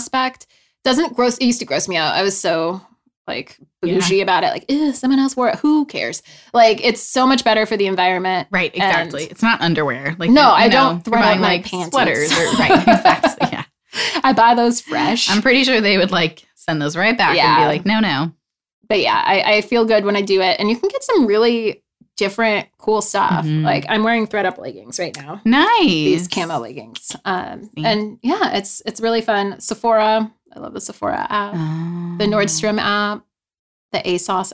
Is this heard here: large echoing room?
no